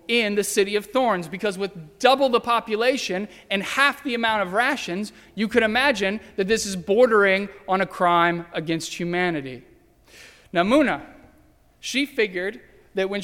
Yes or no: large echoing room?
yes